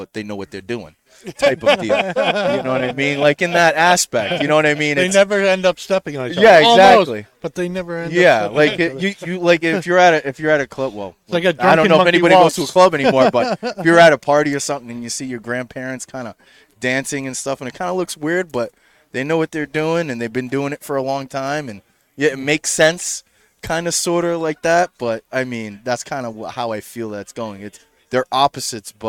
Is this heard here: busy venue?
yes